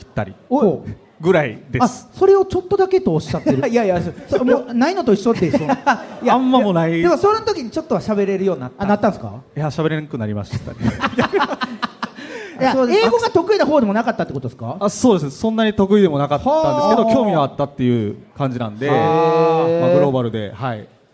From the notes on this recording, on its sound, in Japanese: 京セラ本社に来ちゃいましたスペシャル』京セラで出張公開収録やりました！